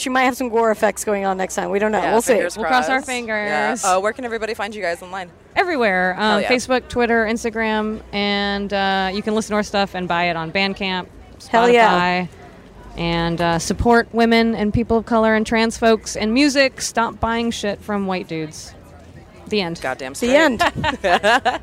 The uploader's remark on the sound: Live from Warped Tour!